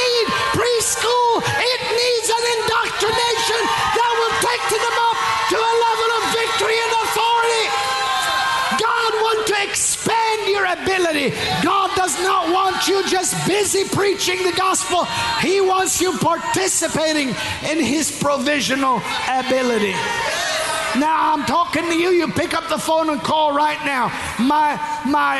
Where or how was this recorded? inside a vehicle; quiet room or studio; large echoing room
large echoing room